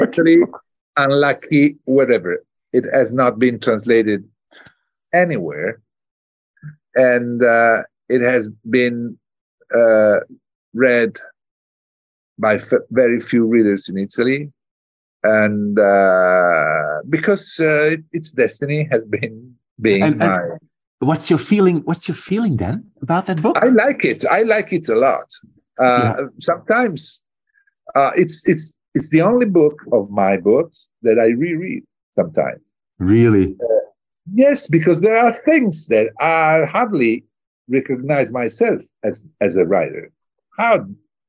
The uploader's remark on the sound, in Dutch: Ik sprak hem via videocall in Toscane waar hij op vakantie was, vrij vertaald 'in het hol van Pluto'.